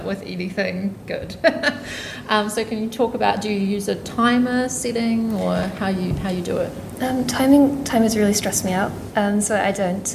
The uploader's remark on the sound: Two writers who undertook Starling micro-residencies in the Otago Museum during the festival. This event was part of the New Zealand Young Writers Festival (28th - 31st October 2021).